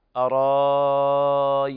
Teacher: نعم، فيقرأ بالإبدال مع المد المشبع أرايتم، لأنه يبدل الهمزة ألفا مادية وجاء بعدها ياء ساكنة، فالتقى ساكنان الألف الهمزة المبدلة ألفا ثم الياء الساكنة بعدها، فنتخلص من التقاء الساكنين بإطالة الصوت لست حركات من قبيل المد اللازم.